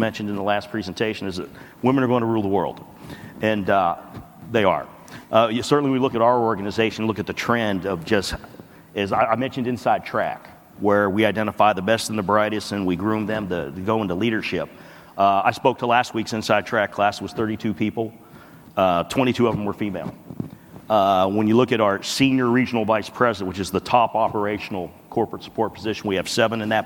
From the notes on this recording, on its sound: a panel discussion from the 2019 National Multifamily Housing Council Meeting